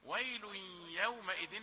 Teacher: هذا إضغام للتنوين في ويل، في الياء في يومئذ، ويل يومئذ، وهذا إضغام بغنة.